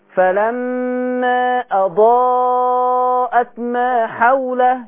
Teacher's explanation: أضاءت ده مد متصل الكل هيمده